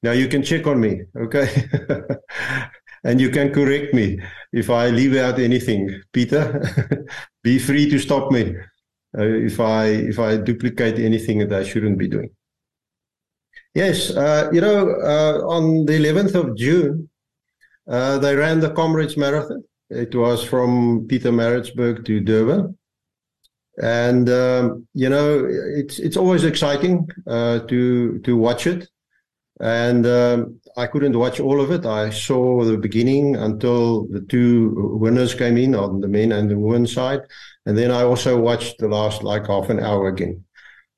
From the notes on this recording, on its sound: The Transformation Table Zoom Meeting on the 22 Jun 2023.